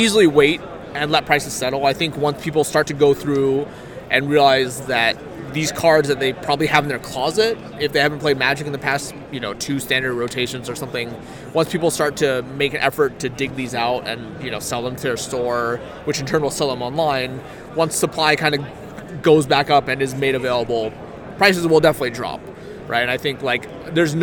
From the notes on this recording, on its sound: Live from GP Phoenix